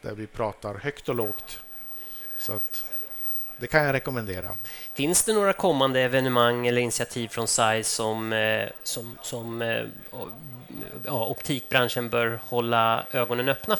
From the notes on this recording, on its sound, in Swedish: Ett exklusivt liveavsnitt av OptikerPodden. Sänder vi LIVE från Optikmässan 2024 på STOCKHOLM WATERFRONT CONGRESS CENTRE!